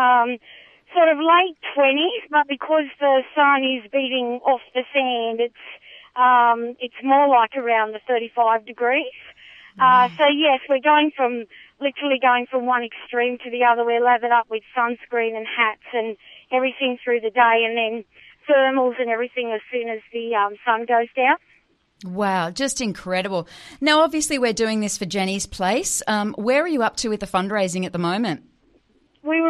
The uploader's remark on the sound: Live from the Simpson Desert Hike to Help Jenny's Place. A third of the way into the journey we caught up with trek leader and Jenny’s Place Community Relations Coordinator. Thanks to a trusty satellite phone.